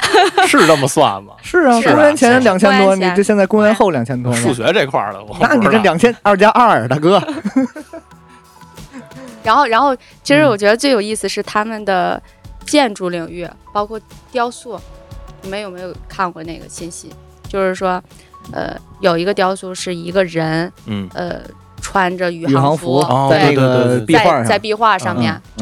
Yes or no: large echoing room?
no